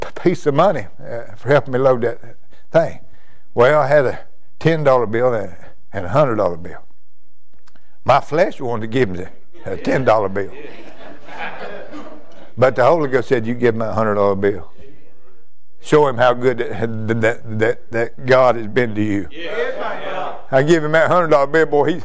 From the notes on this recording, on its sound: during a worship service at Immanuel Baptist Church, Florence, Ky.